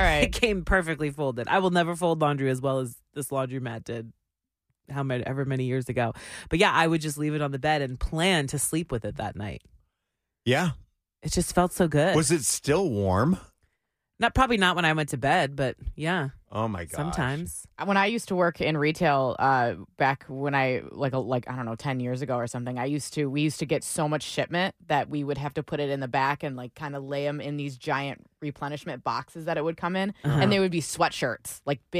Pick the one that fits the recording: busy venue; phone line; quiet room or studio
quiet room or studio